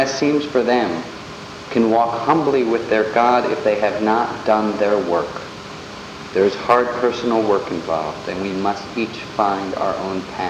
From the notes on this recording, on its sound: The audio quality isn't the best.